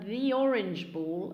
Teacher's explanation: There is a slight linking ya sound between the and the vowel that follows.